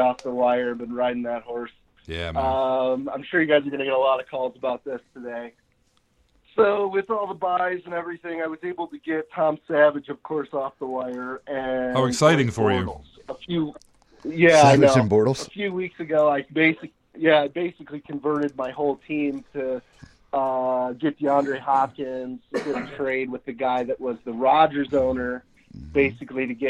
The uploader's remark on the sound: Saturday Q&A Call-In Show. Weekly Q&A show with listeners calling in from around the globe, posting in our forum, and shooting us emails.